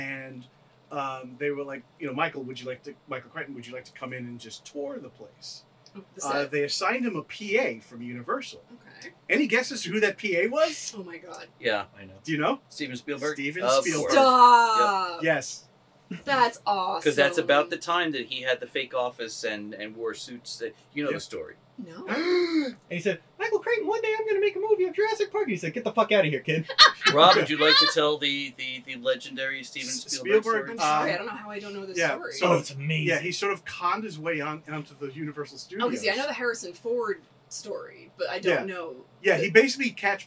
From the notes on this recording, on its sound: Our separate audio track was corrupted. The audio from the cameras. As a result, the audio is uneven and a bit room-tone-y.